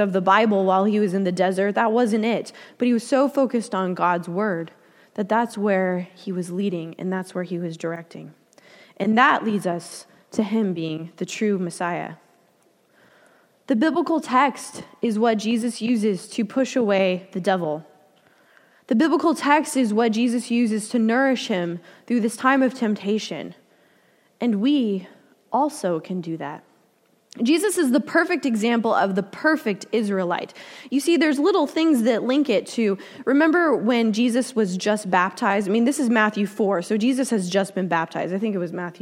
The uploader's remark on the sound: Delivered during the Contemporary Worship service.